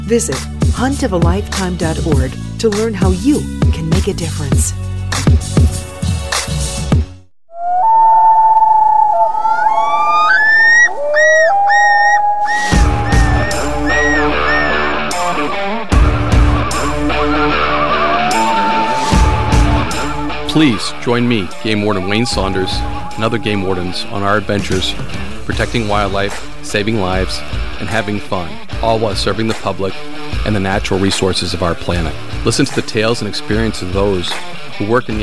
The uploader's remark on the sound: Live from NAWEOA